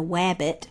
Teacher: he couldn't say his R, and he was using a substitution and putting that W in in place of the R